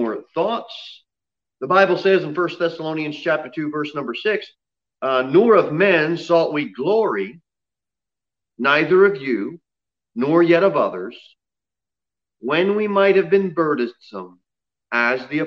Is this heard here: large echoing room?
yes